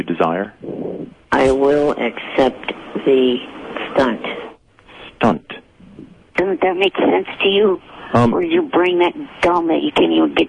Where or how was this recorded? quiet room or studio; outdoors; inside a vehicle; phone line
phone line